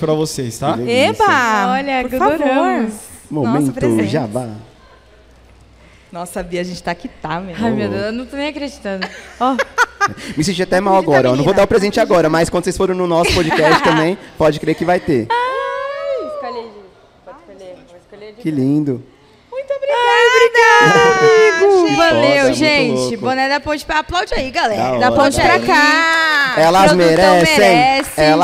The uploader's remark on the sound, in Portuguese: AO VIVO. Esse episódio do podcast foi gravado durante o Festival CultCom, que tem o apoio do Sesc Campo Limpo.